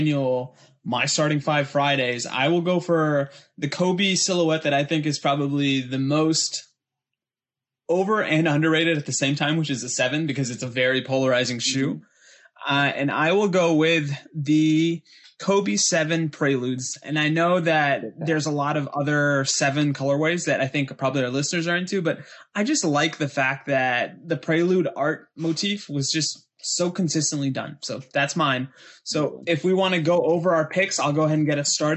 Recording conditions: video call